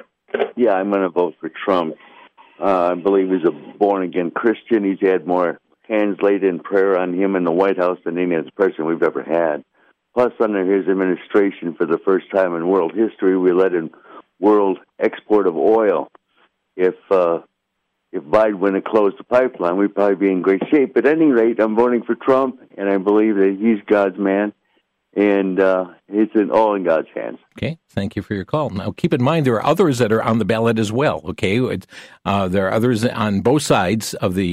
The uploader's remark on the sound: opened the phone lines to allow listeners from across the nation